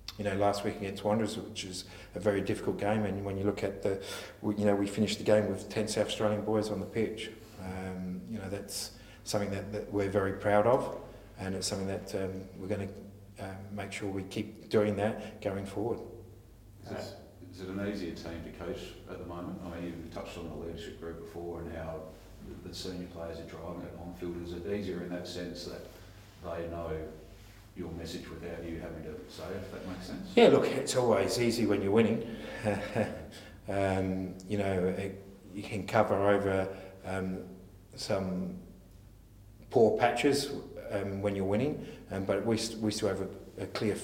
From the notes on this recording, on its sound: Round 23 press conference.